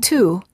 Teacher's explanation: For the oo sound, the lips are tense and rounded as if you're blowing a balloon, and the tongue is slightly tense and raised high